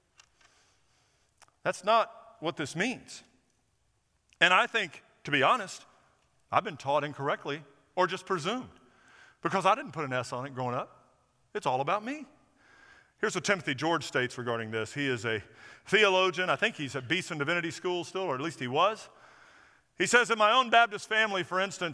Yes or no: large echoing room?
yes